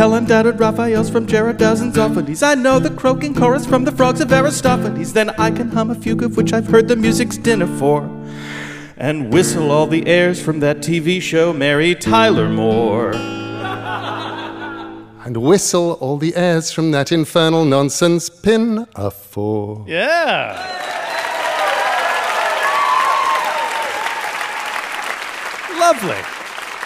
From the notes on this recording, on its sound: A super special episode recorded live at New York Comic Con Super Week.